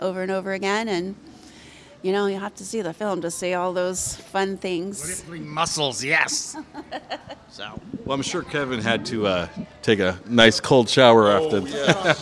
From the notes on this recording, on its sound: Live at the Death Parade Film Fest! Welcome to part two of our recording series that took place at the Death's Parade Film Fest in Red Bluff California.